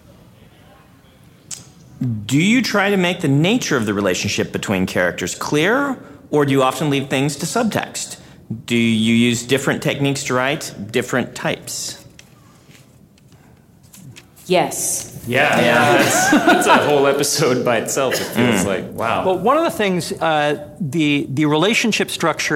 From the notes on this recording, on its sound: Joined us at Phoenix Comic Con for a live-audience Q&A session about Elemental Relationship writing. This episode was recorded live at Phoenix Comic-Con.